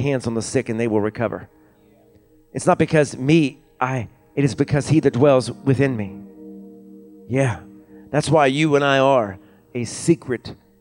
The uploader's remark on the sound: Recorded from our Pentecost Sunday service at Fresh Fire Church in Uniontown, PA.